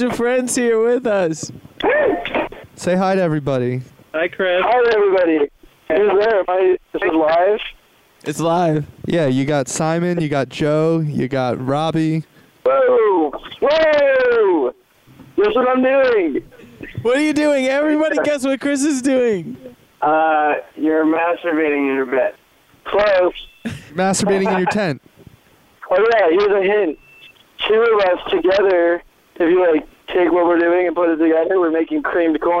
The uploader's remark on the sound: the boys get 5 people on the phone at once for the ultimate conference call